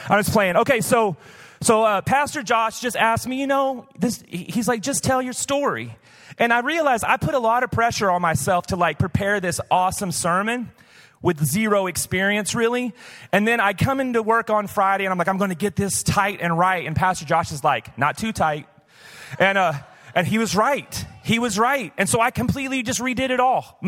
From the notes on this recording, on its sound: Recorded live at Hope Church in Springfield, Mo.